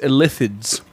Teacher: It is Illithids. With an emphasis on the second syllable